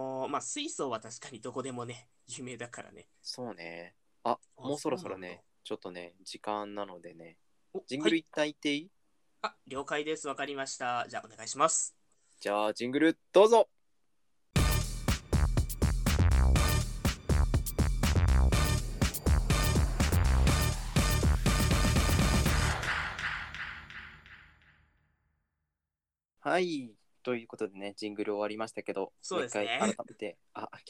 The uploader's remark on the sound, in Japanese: 回線悪いけど許してね。回線調子が悪くて音が消える時があるけど許してね〜。